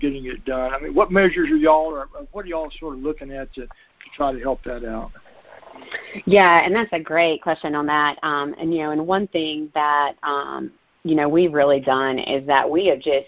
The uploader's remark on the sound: Monthly Conference Call